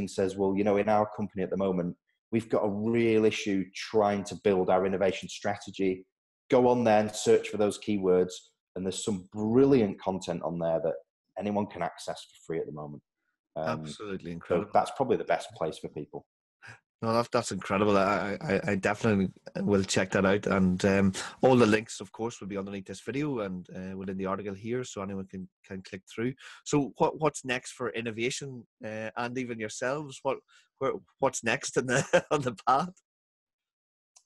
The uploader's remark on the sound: Joined ProfileTree, using a Zoom video link.